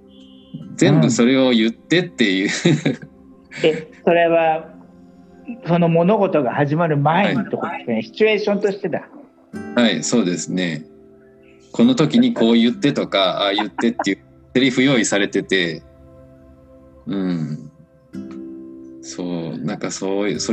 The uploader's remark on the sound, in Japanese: コラボ収録。はじめてのweb対話収録！